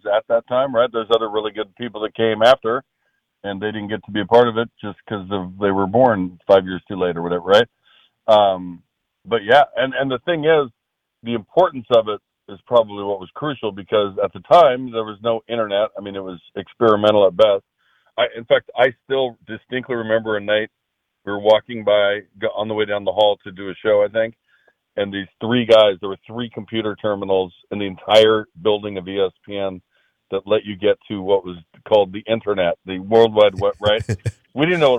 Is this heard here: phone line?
yes